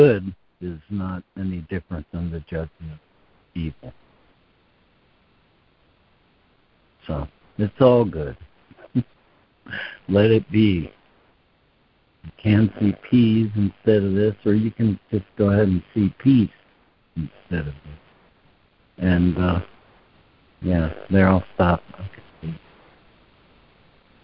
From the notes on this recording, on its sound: ACIM Daily Conference Call.